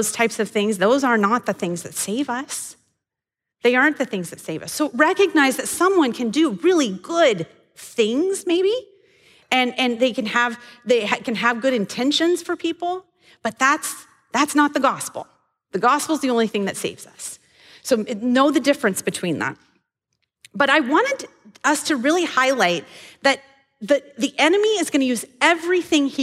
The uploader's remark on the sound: This episode may sound a little different, as we recorded the audio at Devoted Live, which is our monthly meeting for the women's ministry of Athey Creek.